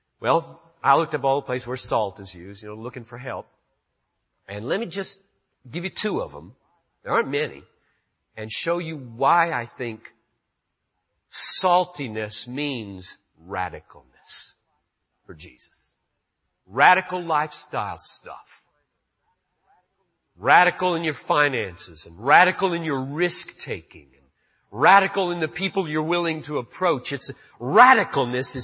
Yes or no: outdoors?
no